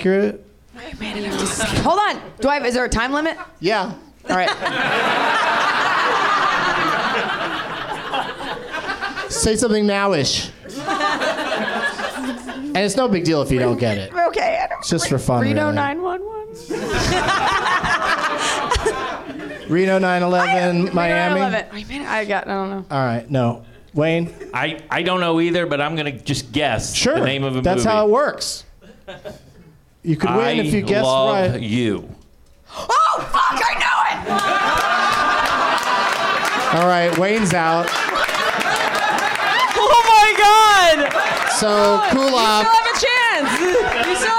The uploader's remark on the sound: Live from the NerdMelt Showroom in Los Angeles.